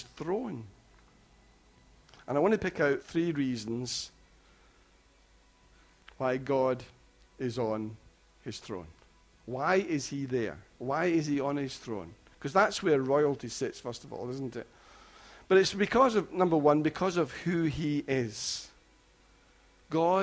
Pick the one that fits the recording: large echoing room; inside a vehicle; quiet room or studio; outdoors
large echoing room